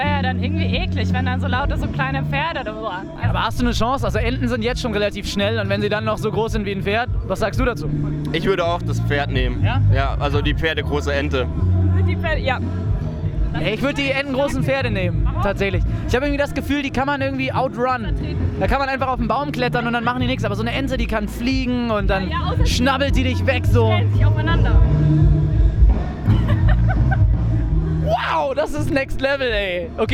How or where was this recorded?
busy venue